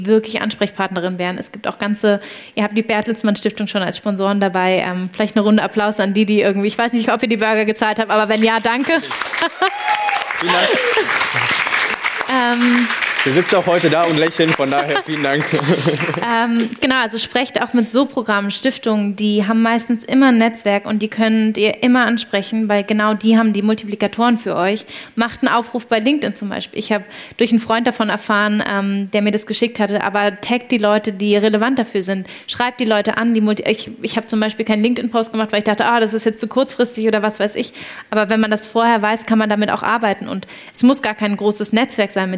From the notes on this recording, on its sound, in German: Der Podcast ist als Community Live Podcast im Rahmen des 4. Young Founders Network Events in Berlin entstanden.